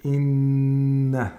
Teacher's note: We have to hold this noon for two vowel counts because it's مُشَدَّد. That's one of the rules of غُنَّ.